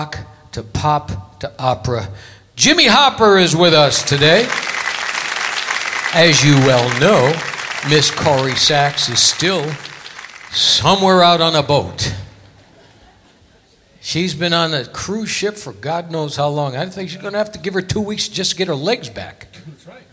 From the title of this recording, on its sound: Live at the South Point 03-02-2017